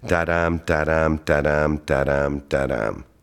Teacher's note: You have 5 feet of unstressed, stressed · Term: iambic pentameter